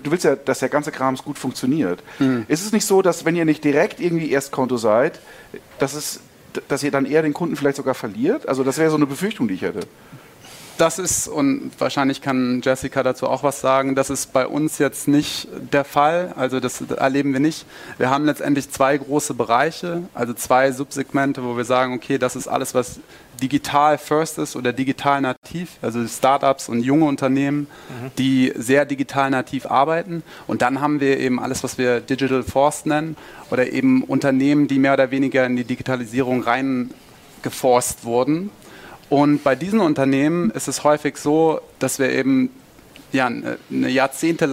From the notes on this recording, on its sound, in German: Live von der BEX20.